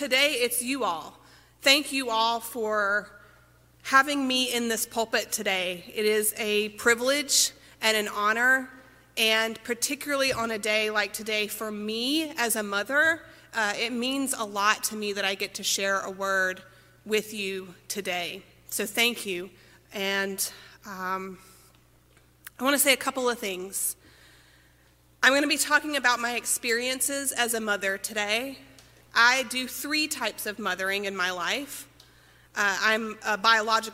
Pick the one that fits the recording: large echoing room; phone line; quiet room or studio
large echoing room